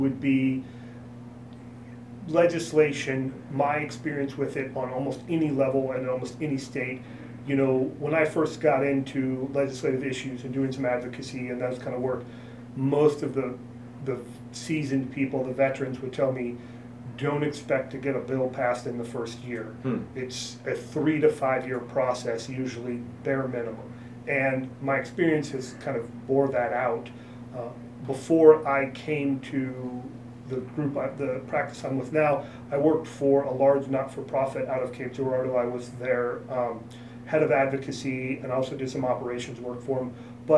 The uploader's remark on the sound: Each interview was conducted as part of the MGMA Live experience onsite at MGMA19 | The Annual Conference in New Orleans